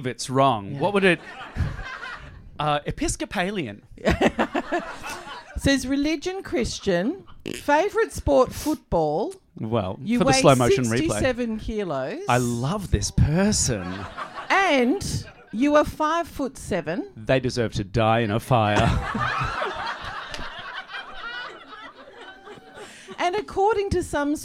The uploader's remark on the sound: SPECIAL LIVE RECORDING. A recording of the sold-out Live Show. It was recorded in front of a live audience.